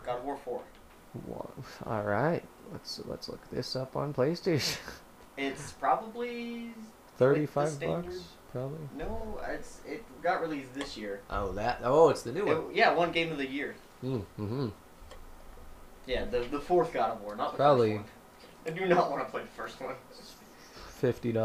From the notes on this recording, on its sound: i apologize for the bad audio